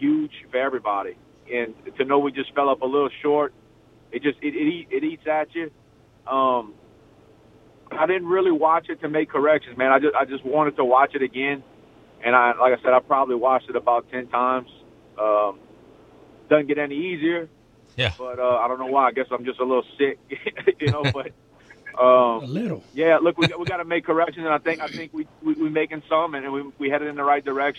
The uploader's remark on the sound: On the phone lines